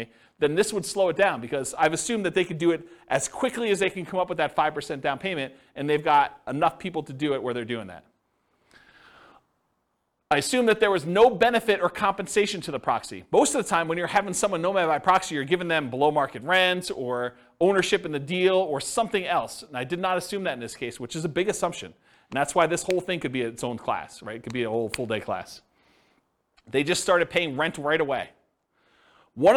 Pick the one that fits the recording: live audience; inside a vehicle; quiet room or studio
live audience